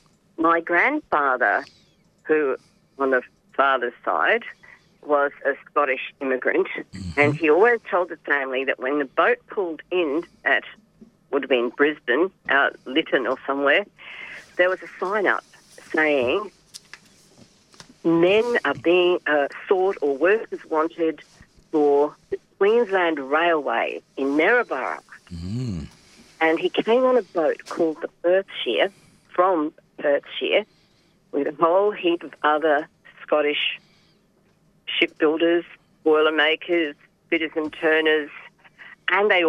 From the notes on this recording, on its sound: called in from beautiful Gympie, Queensland